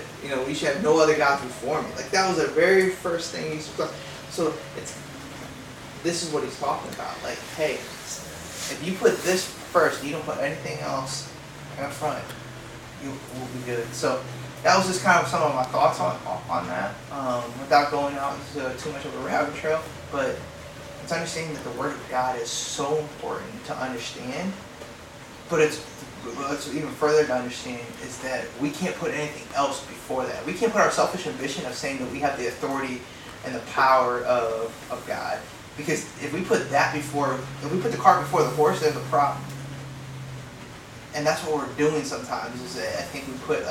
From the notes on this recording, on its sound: Apologies for some technical difficulties with microphones.